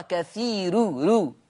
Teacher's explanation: قرأ ورش بترقيق الراء وصلا في لفظ كثير، لأن الراء مضمومة مسبوقة بياء